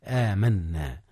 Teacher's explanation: ضمير الرفع المتحرك نا اتصل بآمن فأدغم نون آمن في نا · Term: إدغام المتماثلين